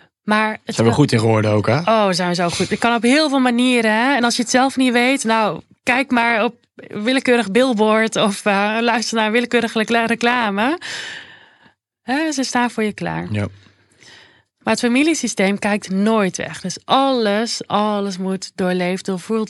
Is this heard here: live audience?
no